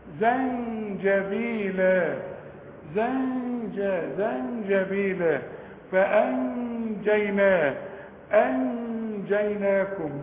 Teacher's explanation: تكفي وتغن وما تستعملش لسانك لا في التنوين ولا في النون · Term: الغنة